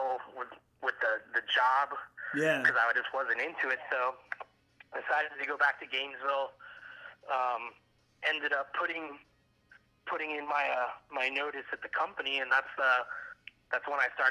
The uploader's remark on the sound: A Little phone call